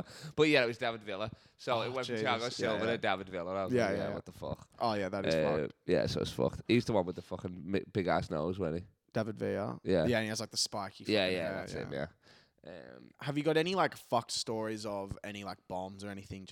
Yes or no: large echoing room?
no